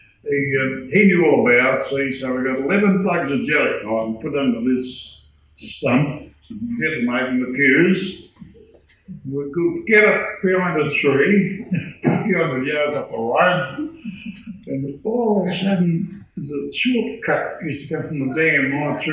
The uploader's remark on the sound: An original tape cassette recording from Healesville’s first Tall Tales in 1993. Interviewed six long time locals at the old Anglers Hall in Lalors Road. The old tape recordings were not the best quality.